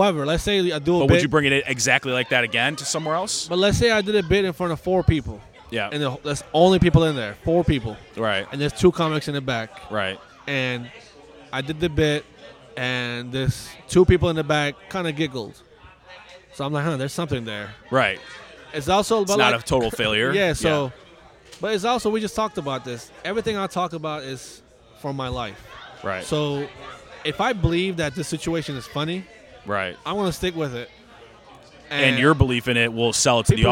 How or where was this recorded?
outdoors